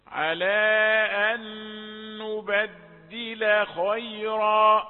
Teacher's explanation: لا تقل على أن نبدل خيرا، نبدل خيرا، لم يأتيها شيء من التفخيم من أجل الخاء المجاورة، على أن نبدل لام رقيقة ثم تأتي بالخاء المفخمة